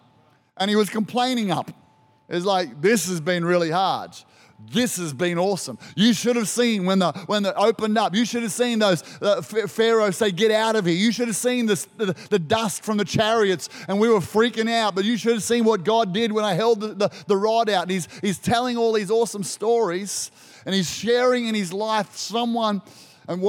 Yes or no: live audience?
yes